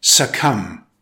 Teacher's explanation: It's pronounced succumb with stress on the second syllable. The B is silent.